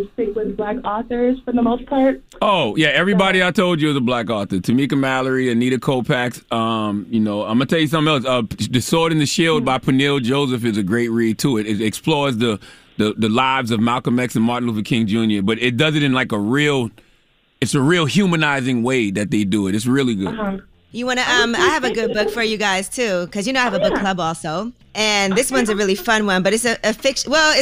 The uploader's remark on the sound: Today on the show we opened the phone lines to see if our listeners get offended over certain stereotypes.